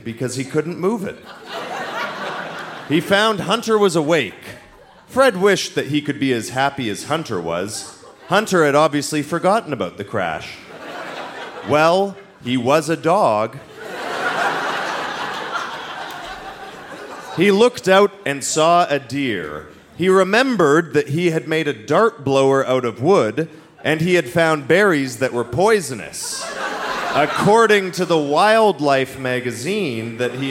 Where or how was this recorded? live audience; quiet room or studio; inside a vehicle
live audience